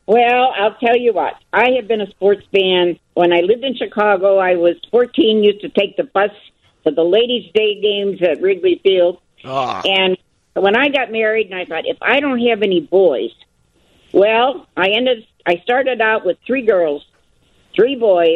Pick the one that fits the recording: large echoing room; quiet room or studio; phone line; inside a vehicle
phone line